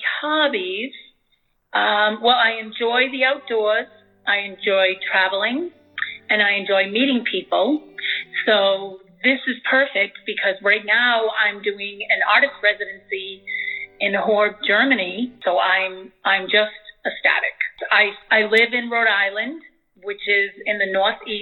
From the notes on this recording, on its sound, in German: She is in Germany this summer and we spontaneously recorded this interview. Am Telefon befragt.